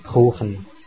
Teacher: Auch deutsches K wird hörbar als Affrikate artikuliert